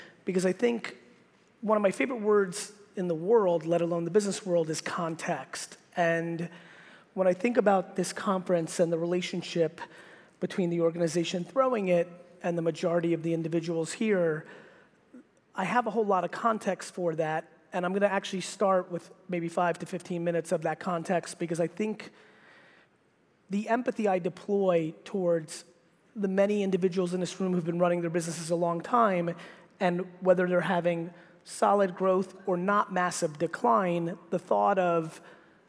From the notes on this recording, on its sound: keynote that I gave at the Hearing Innovation Expo in Las Vegas